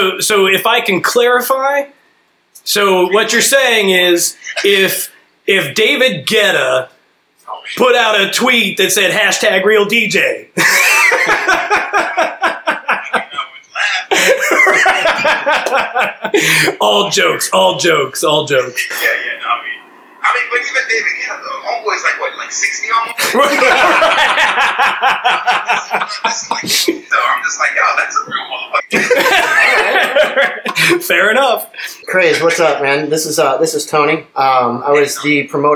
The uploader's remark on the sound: we apologize for the audio quality, as our call recording app failed on us and we had to recover the audio from a background recording